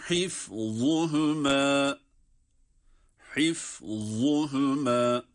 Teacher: za kalın ve peltek